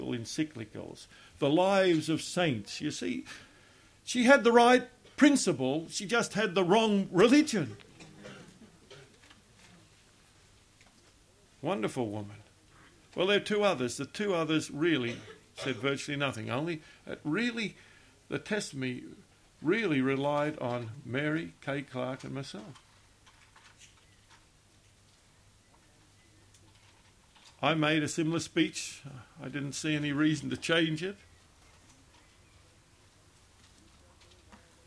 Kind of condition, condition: setting, large echoing room